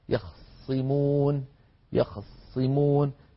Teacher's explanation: باختلاس فتحة الخاء مع تشديد الصاد هكذا، يخصمون يخصمون بفتحة خاء مختلسة الحركة.